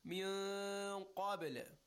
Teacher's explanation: Qaf again is a tafkhim letter. Rounded mouth and a heavy sound.